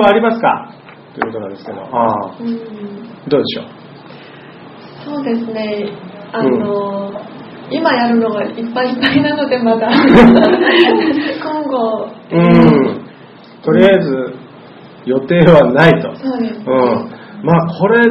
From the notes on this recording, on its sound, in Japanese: ソウル日和公開収録第2部の様子をお届けします。会場の皆さん、そしてUstreamで参加してくださったリスナーの皆さんからのバラエティー溢れる（？）質問。収録時間が長いため音質が低めになっています。ご了承ください。